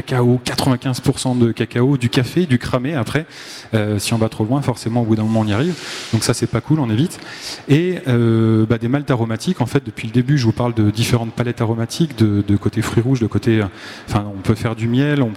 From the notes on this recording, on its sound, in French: Conférence enregistrée le samedi 22 octobre 2022, au Salon du Brasseur. Conférence enregistrée le samedi 22 octobre 2022, au Salon du Brasseur.